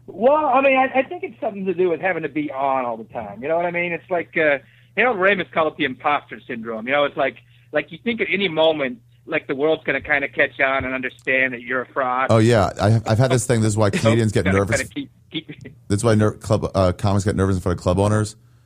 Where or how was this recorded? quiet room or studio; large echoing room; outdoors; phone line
phone line